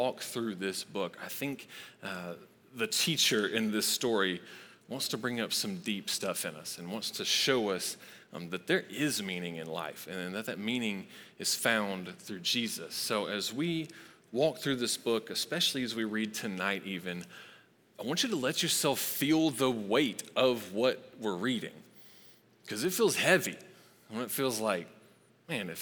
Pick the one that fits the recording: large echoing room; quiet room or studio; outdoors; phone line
large echoing room